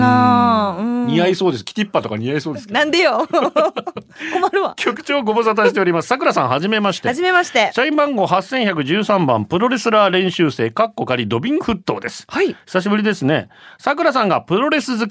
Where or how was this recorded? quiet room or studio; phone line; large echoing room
quiet room or studio